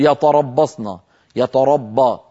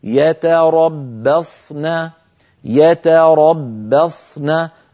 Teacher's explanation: وبعد الباء المرققة نأتي بصاد مفخمة ثم نون مرققة · Shown in: second take · Term: التفخيم والترقيق